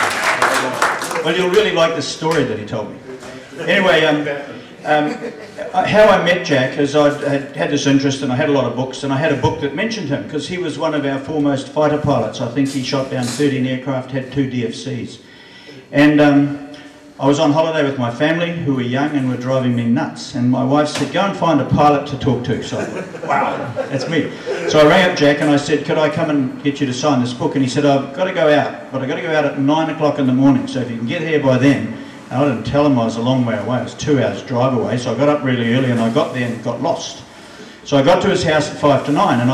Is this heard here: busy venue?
yes